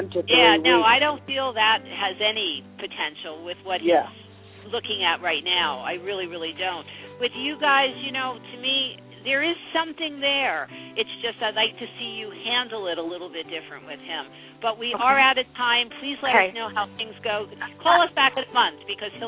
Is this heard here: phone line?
yes